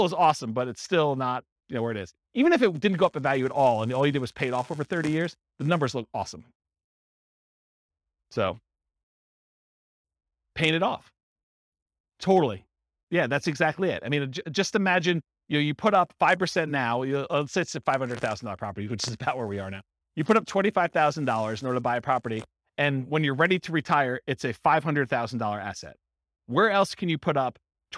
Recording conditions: live audience